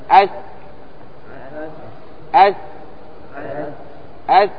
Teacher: وهكذا أيضا هي مهموسة يخرج بعدها النفس